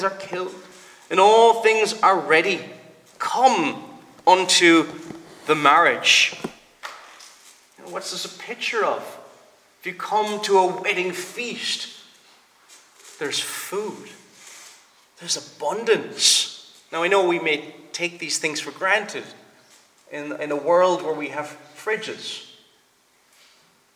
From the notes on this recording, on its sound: Preached at the Presbyterian Reformed Church of Stockton-on-Tees -England-.